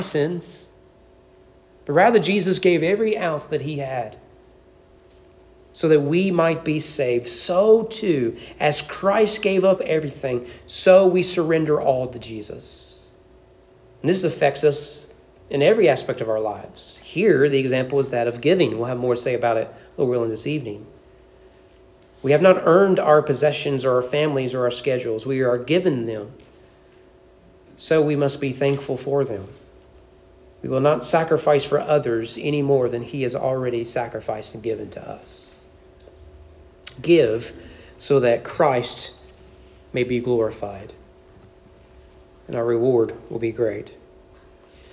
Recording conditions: large echoing room